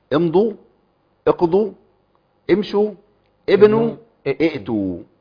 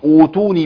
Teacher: ابدا بكسر، مع ان الثلاث مضموم بس الضمه غير اصليه · Shown in: first take